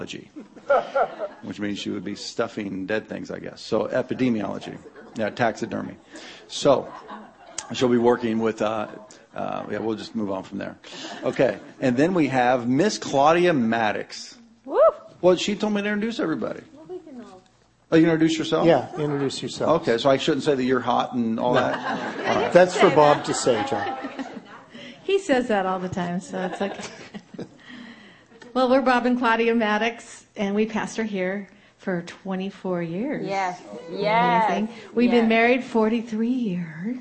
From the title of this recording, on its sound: Marriage Seminar Saturday panel discussion